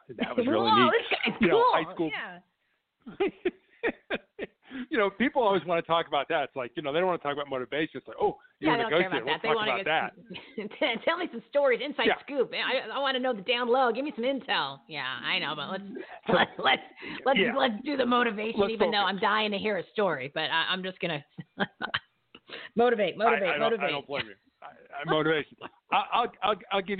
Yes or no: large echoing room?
no